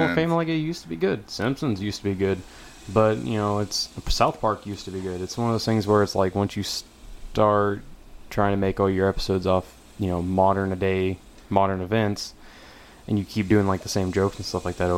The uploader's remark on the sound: I took a trip out into the country. We listen to the sounds of Mother Nature and all her bugs.